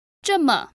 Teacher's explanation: The next word 这么 uses a fourth tone and a neutral tone, and can be used to say so much or this much.